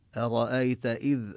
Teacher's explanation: نلفظ الذال من مخرجها حتى لا تكون كالزاي